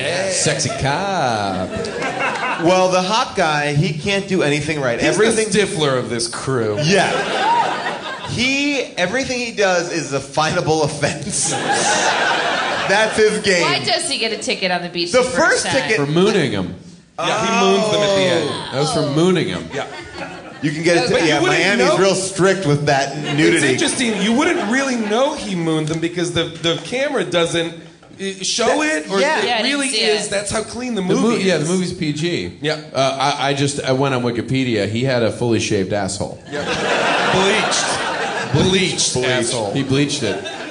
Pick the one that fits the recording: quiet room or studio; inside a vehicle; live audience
live audience